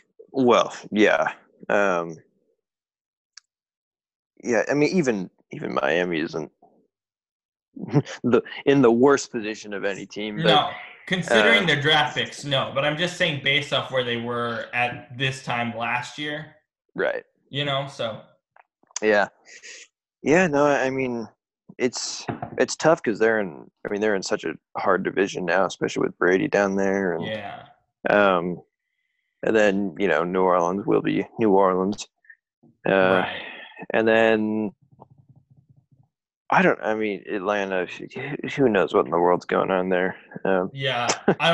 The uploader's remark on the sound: on Zoom